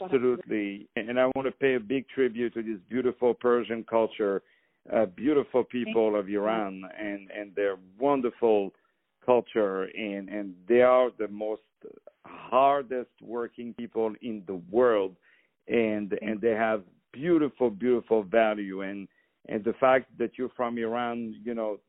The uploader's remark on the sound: On the phone